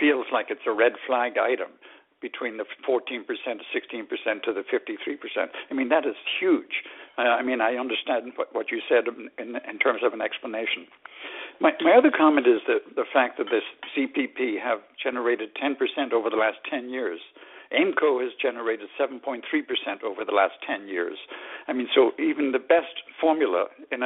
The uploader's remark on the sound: Calgary Telephone Town Hall